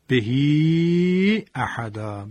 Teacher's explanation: ها ضمیر وقتی که اشباع میشه در واقع یک حرف مد ایجاد میکنه · Term: مد منفصل